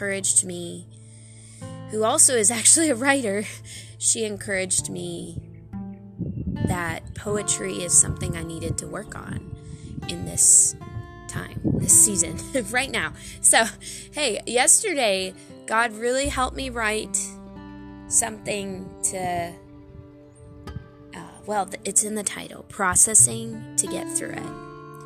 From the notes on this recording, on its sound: sorry for when the wind blows loud near the beginning because my phone fell over